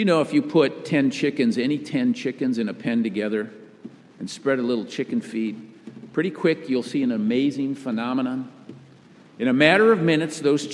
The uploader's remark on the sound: Message delivered during the Traditional Worship service. Message delivered during the Traditional Worship service.